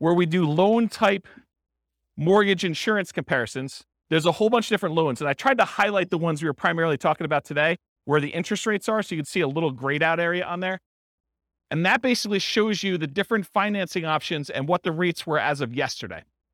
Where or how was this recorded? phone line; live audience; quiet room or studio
live audience